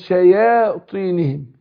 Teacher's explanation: شياطينهم، أقول وإذا خلوا، خلوا إلى شيا، هنا ناخد بالنا الشين حرف تفشي والياء هترقق